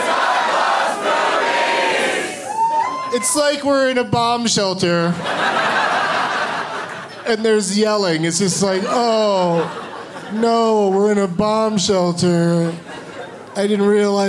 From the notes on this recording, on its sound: Live from Comedy Works in Denver